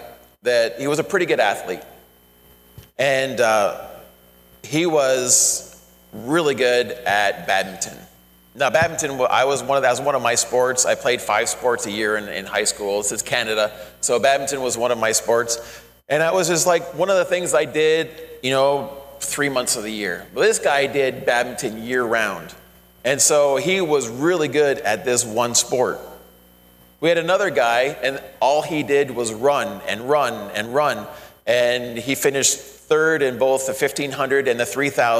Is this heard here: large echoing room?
yes